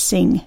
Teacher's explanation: One of the tricky ones is it's called a velar nasal. It's an ng sound, like the sound at the end of the word sing. Ng. And it's tricky to write because in English we write it with an NG.